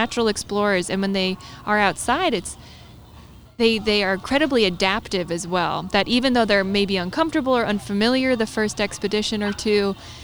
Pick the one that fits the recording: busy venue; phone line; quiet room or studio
busy venue